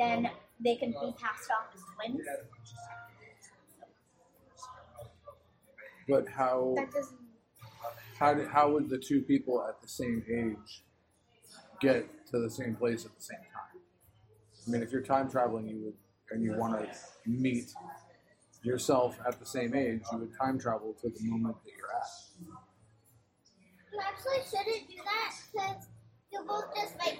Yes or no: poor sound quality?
yes